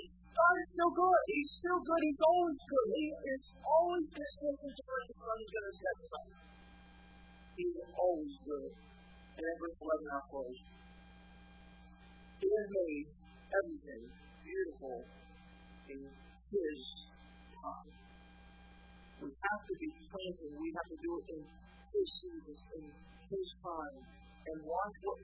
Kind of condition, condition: setting, large echoing room